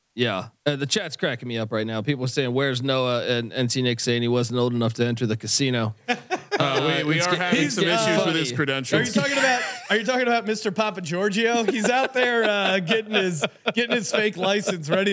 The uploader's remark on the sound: Live from The Wynn in Las Vegas. Live from The Wynn in Las Vegas.